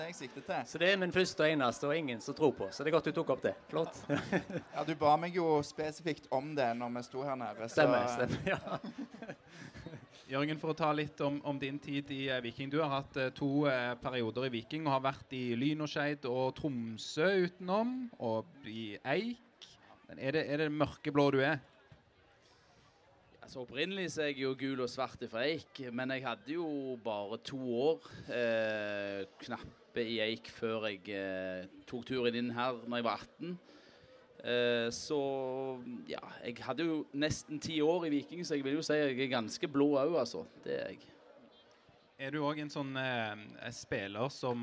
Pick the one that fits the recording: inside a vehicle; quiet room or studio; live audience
live audience